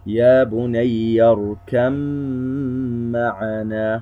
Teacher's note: موضع هذه الغنة في الباء، وهو موضع وحيد في سورة هود: يا بني اركم معنا، أدغمت الباء في الميم · Term: إدغام الباء في الميم